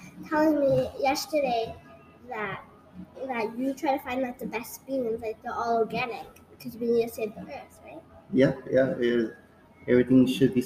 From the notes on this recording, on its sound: On location at Coffee Muse. On location at Coffee Muse. Small batch coffee shop located in the heart of Down Town Santa Ana.